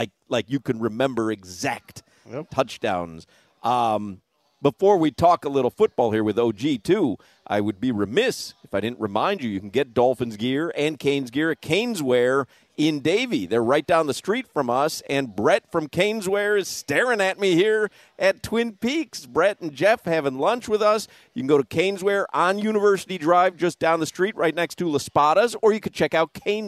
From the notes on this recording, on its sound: joins the show live from Twin Peaks